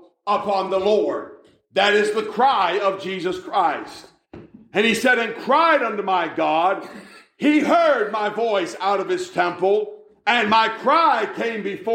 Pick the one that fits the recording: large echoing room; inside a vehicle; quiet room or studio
large echoing room